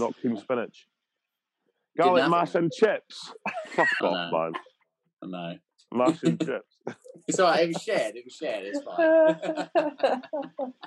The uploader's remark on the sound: we had to revert back to zoom this week due to scheduling issues.